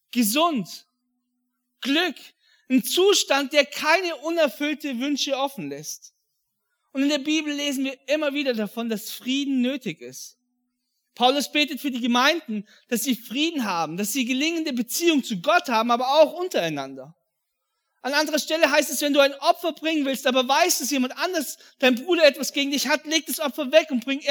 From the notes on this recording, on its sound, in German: an Heiligabend 2022 in der Life Church Ansbach